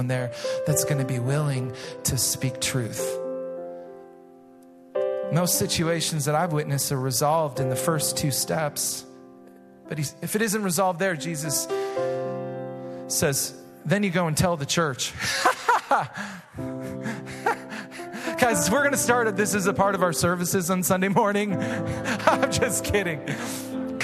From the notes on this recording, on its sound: Recorded live at Hope Church in Springfield, MO.